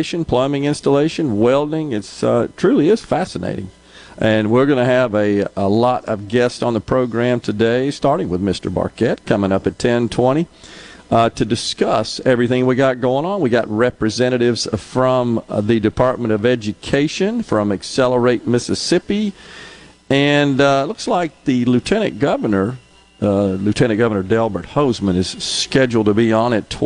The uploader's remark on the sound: MidDays is LIVE from the MS Trade Mart for the Mississippi Construction Education Foundation Skills USA State Championship.